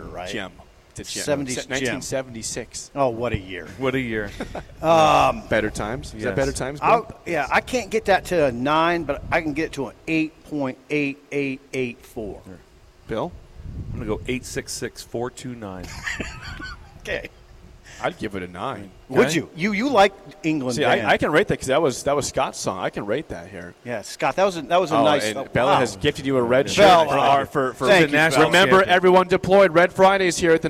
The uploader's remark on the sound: Let’s see what the live audience has to say about it